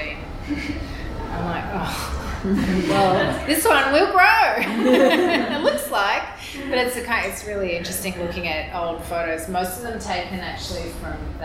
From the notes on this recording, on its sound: Melbourne newCardigan cardiParty Recorded Live. Our October Melbourne cardiParty was held at the Queen Victoria Women’s Centre.